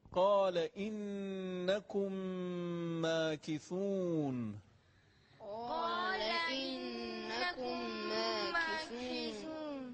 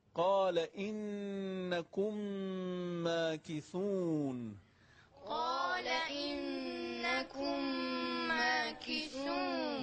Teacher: میم ساکن به میم متحرک رسیده، اینجا ادغام میشه. نون مشدد هم قبلا عرض کردیم که هر جا نون مشدد بود ما نون مشدد هم دو حرکت باید بکشیم.